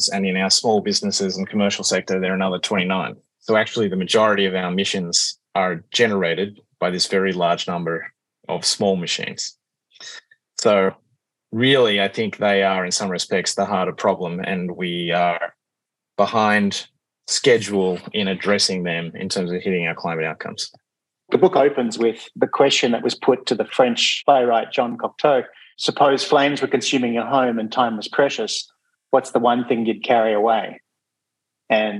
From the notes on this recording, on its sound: This episode features the recording of an online conversation.